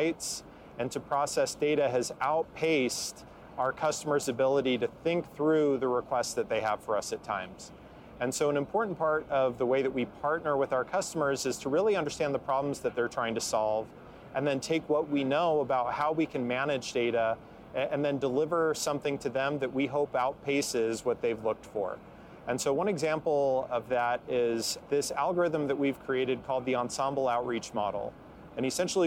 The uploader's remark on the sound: Recorded on location at HIMSS21 in Las Vegas.